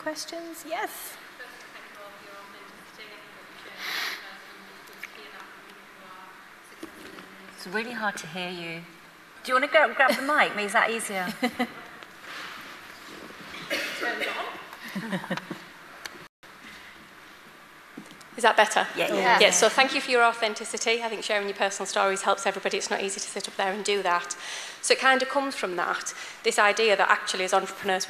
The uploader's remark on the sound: Elite Business Live 2023 ‘On Tour’. Took to the stage at Atomicon in Newcastle for Elite Business ‘On Tour’ programme three.